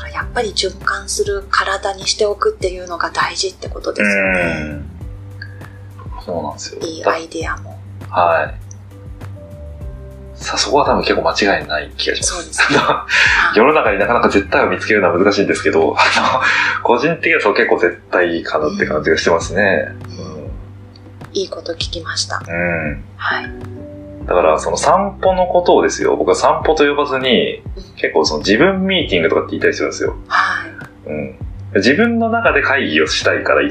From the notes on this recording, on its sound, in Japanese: バックアップで録音していた「iPhone」で収録した音声を使用しております。そのため、いつもと比べて声が遠く音質も悪く大変申し訳ないですが。